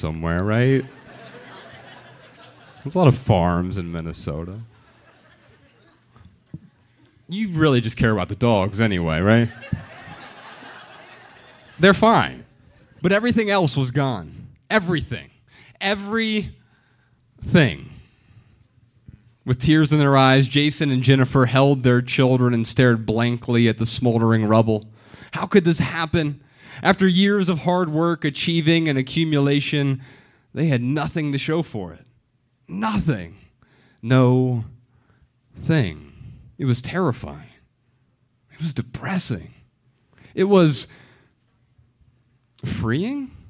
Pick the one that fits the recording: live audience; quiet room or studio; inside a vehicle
live audience